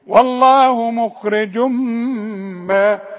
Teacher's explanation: خد بالك دايما كده تلاقي ضمتين او كسرتين او فتحتين وبعده ميم، ادغم ادغام كامل بغنة